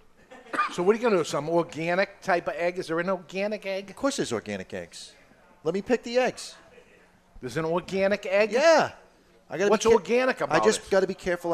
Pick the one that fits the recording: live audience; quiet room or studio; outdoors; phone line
live audience